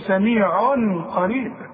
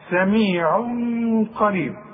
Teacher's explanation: لا سميع قريب، بنخفي وبنغن · Shown in: second take · وعلامة الإخفاء ان الحرف بدون تشديد، شوف سميع ق، خلاف الإدغام، الإدغام بيبقى الحرف مشدد، خلاص.